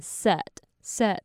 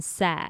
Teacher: 一种你是直接把这个短母音的 E 念出来，就是念成 SAID，另一种是念成有点像是悲伤 SAD 的那个 sad 的音，只是你嘴巴不用张那么大